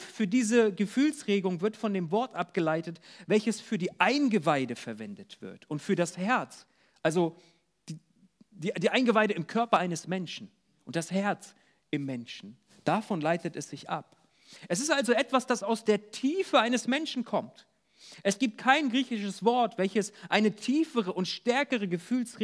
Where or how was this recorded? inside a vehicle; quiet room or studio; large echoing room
large echoing room